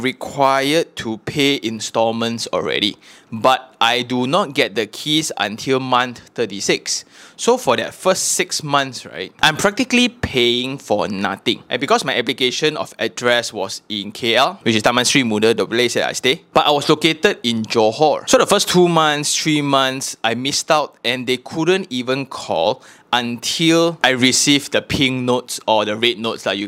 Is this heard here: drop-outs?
no